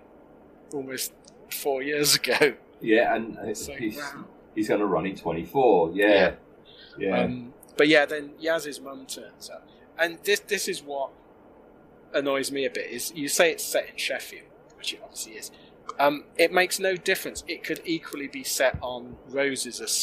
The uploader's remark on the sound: Apologies for the sound quality on this one, might of had a problem with the “web”.